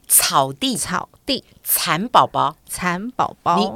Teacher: 呲是呲送气的音，你的舌尖要碰到两个牙齿中间那个齿缝